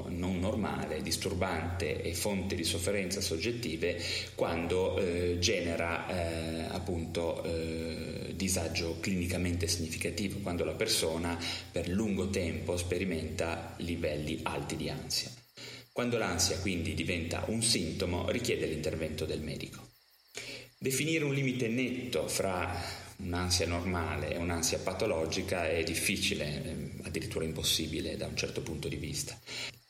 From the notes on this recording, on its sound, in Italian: Peccato che la registrazione sia avvenuta nella Hall di un albergo a Verona con il conseguente riverbero!